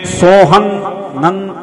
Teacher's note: ਜਦੋਂ ਸੋਹੰ ਕਹਿੰਦੇ ਆ ਨਾ, ਤੇ ਜੀਭ ਤਾਲੂਏ ਨੂੰ ਲੱਗਦੀ ਹੈ, 'ਚ ਨੰਨਾ ਲੱਗ ਜਾਂਦਾ ਪਿੱਛੇ, ਸੋਹੰ ਅੰਗ ਲੱਗਦਾ, ਨੰਨਾ ਆ ਜਾਂਦਾ ਵਿੱਚ।